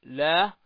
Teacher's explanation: اللام من أين تخرج؟ من أدنى حافتي اللسان إلى منتهى طرفه · Term: مخرج اللام